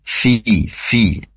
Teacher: Nah, tadi terdengar kurang mengalir nafasnya atau udaranya. Pastikan fa ini huruf yang memiliki sifat hames, yaitu mengalirnya nafas atau udara, yaitu mengalirnya dari disebabkan karena ujung gigi seri atas nempel ke bibir perut bibir bawah, sehingga dari situlah keluar fi.